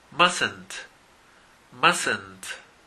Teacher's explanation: la T, la primera T no se pronuncia, mustn't.